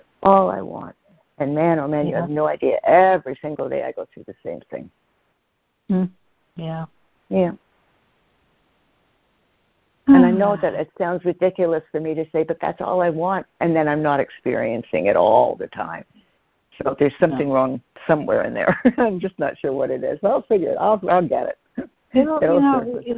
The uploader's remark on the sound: CONF CALL